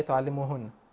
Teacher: بعض الناس بيقرأ إيه تعلموهن ويضيع النون خالص